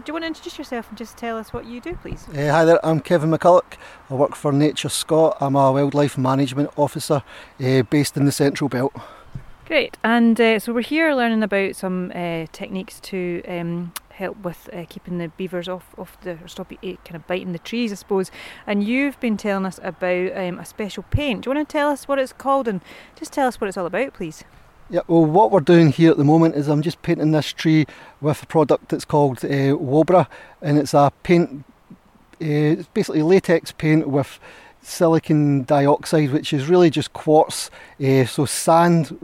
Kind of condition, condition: setting, busy venue